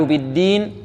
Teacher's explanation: بالدين هذه الدال مجهورة